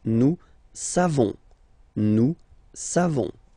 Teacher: So classic ending for nous, O-N-S. You don't pronounce the final S.